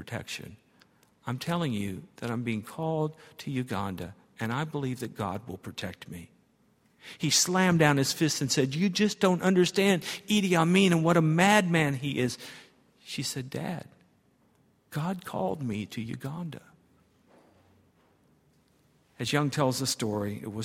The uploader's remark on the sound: at Highland Baptist Church